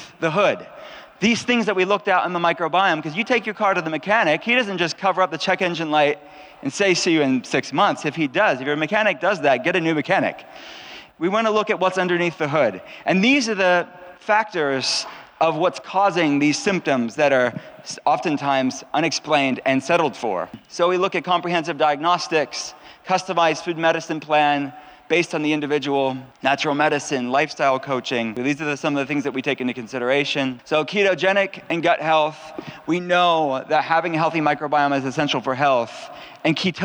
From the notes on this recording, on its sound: the audio of two recent lectures